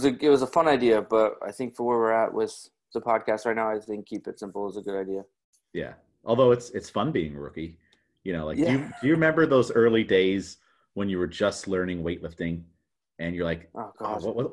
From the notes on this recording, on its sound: This episode was open for listeners of the show to hop on the zoom chat to listen to the conversation and add their two cents.